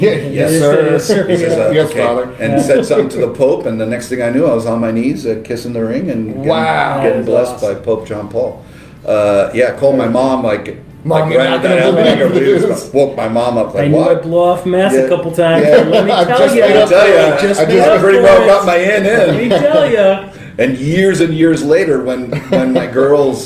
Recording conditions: busy venue